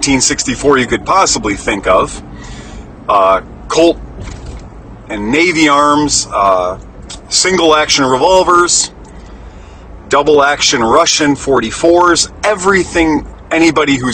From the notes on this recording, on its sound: Recorded in the Truck while doing deliveries.